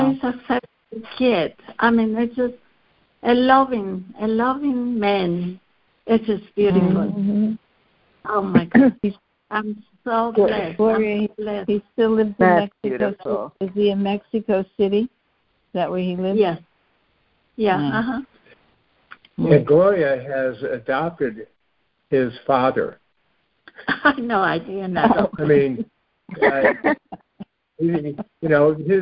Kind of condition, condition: link, phone line